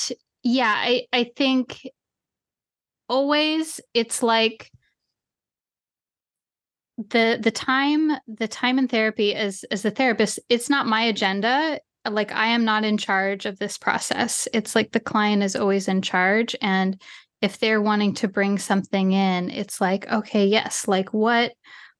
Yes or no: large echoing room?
no